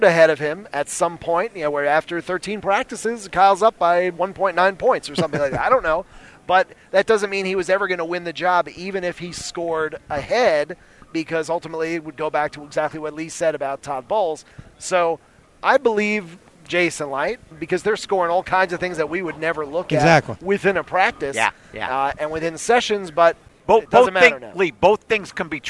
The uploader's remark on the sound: live at the NFL Scouting Combine